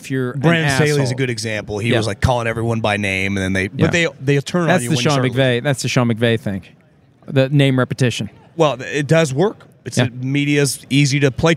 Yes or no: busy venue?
yes